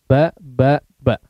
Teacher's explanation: Ditekan dengan cukup kuat, di situ ada sifat syiddah. Sifat syiddah sehingga betul-betul menjadi kuat, ya.